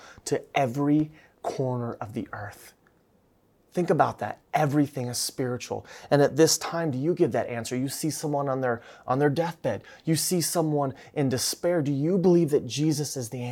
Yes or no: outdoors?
no